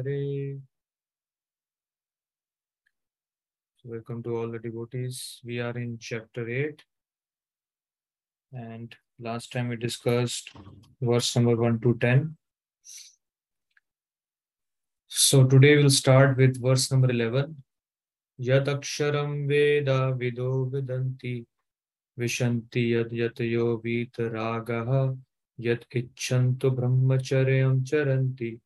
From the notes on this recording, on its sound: Zoom session